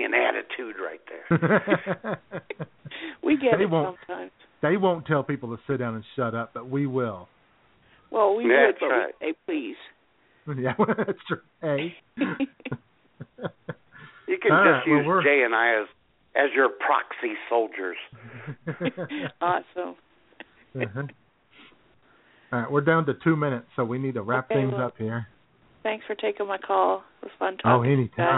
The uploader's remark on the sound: Take your phone calls. IWS Radio.